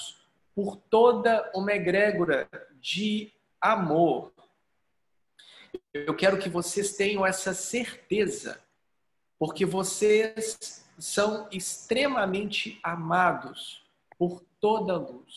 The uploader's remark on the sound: Online via Zoom